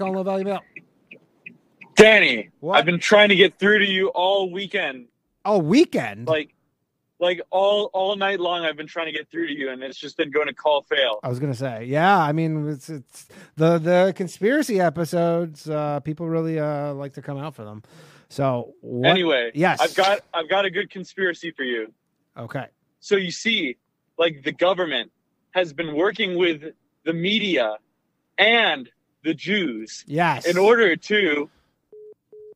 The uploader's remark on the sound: call in show